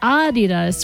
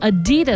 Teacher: It's supposed to be Adidas with a slight emphasis on the first syllable · Shown in: first take · not Adidas stressing the second.